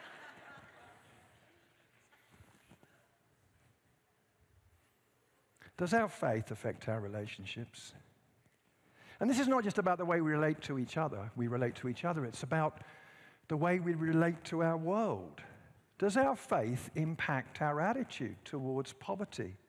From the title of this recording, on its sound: at Timberline Church